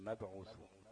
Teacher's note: والميم والباء دول ايه، دول متجانسين، لان الميم والباء مخرجهم من الشفتين